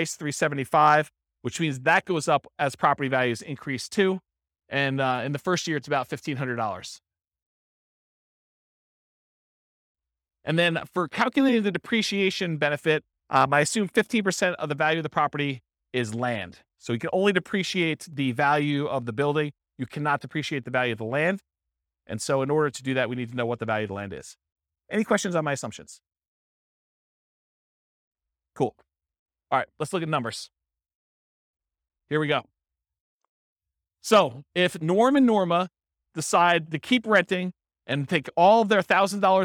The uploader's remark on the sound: This was a live class recorded